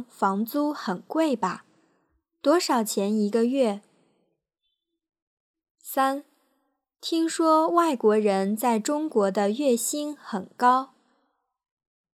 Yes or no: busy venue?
no